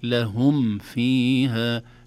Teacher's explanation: الميم من الشفتين لهم والفاء من الشفة السفلى في فاء، أصبح حرفان متقاربان، لو لم ننتبه ممكن نضغم كما نخفي كما أخفيت. · Term: إظهار